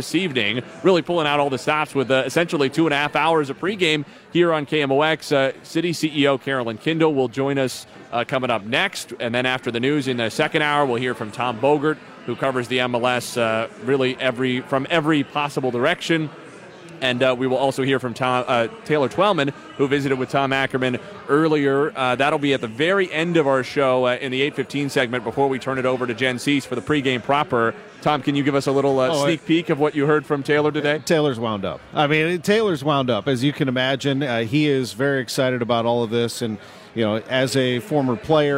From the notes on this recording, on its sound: Prior to kick-off vs Sporting KC in Round 1 of the MLS Cup Playoffs. Broadcasts live from CITYPARK.